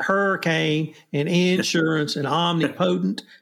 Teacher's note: we accent every first syllable like hurricane and insurance and omnipotent